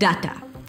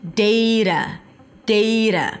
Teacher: The T here is actually a flap T, which sounds like a D, and the first sound is A as in day. · Shown in: second take · IPA: ˈdeɪɾə